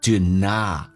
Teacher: T 不发音，这叫略音，后面是以辅音开头，前面辅音就可以不发音